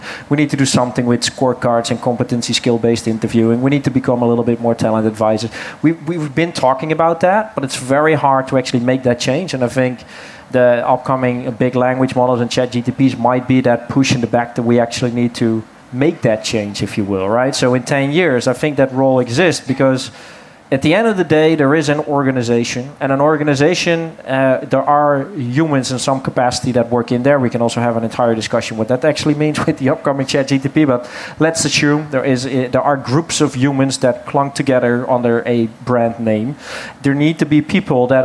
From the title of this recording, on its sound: Live at RecFest